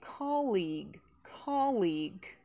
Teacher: colleague, коллега, ударение на первый слог. Действительно, у нас там есть и долгий, но не ударный.